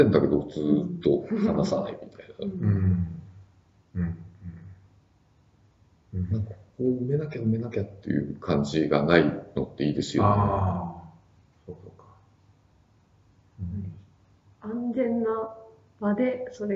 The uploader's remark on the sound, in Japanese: 旧マイクで音声ややわるいです